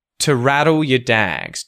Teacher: You're going to notice two gets reduced and you're going to hear the schwa sound instead of oo.